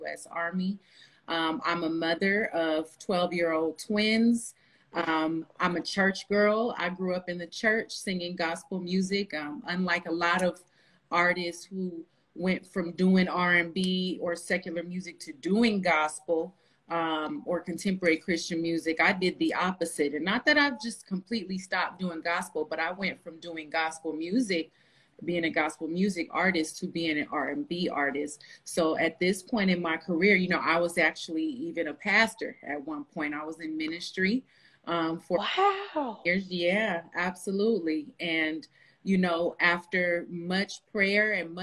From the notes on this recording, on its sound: sits down on Instagram Live